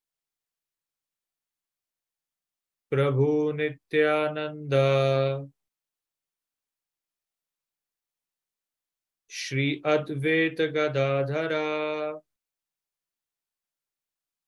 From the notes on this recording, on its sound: Zoom session